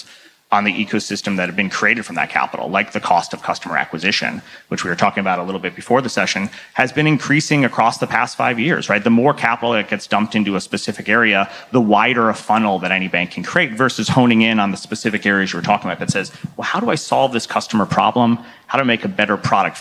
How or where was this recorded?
busy venue